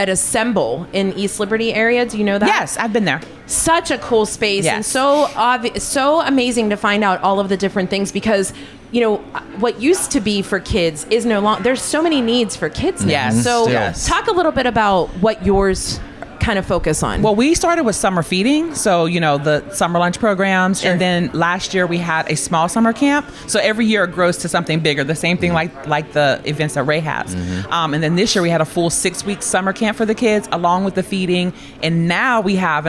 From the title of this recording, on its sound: Steel City Talk at Steel Shaker at the Coraopolis Community Fall Fest